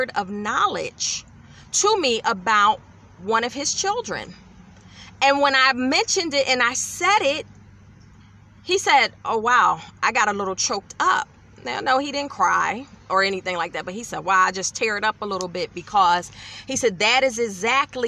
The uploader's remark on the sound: In my car.